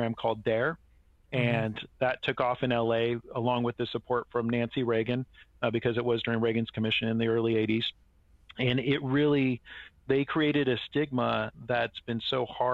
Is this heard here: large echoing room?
no